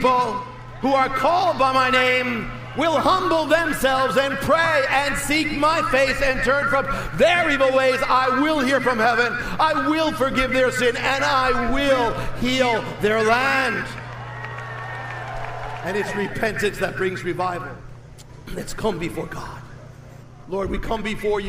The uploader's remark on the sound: delivered at "The Return" event in Washington, D.